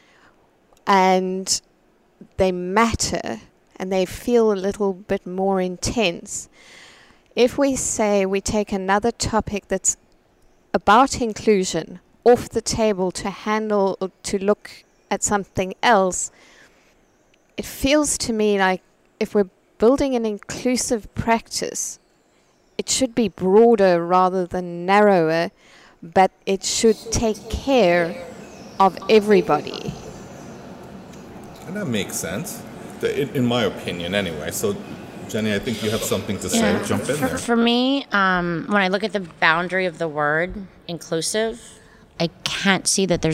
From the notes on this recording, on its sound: At the AgileTonight event on Tuesday, August 7, 2018, four Agile Alliance members shared stories about the direct effect of Diversity and Inclusion on their lives with a room full of other members. Four brave people decided to join me for this podcast at the Agile2018 conference in San Diego, CA.